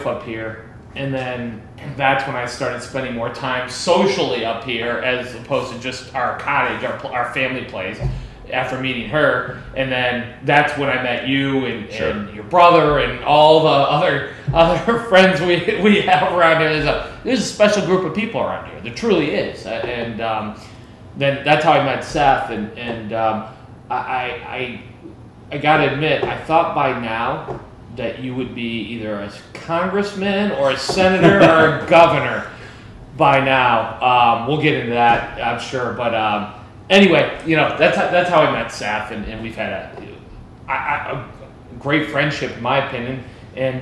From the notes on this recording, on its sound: we recorded live, at the Olney Place